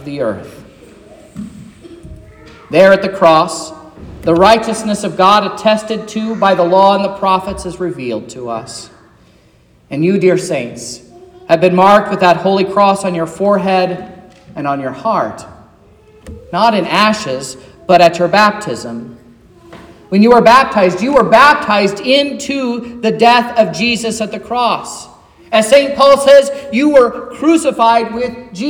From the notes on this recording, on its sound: This is the sermon preached at Trinity Lutheran Church in Vallonia, Indiana, on Wednesday, February 14th, 2024, which was Ash Wednesday.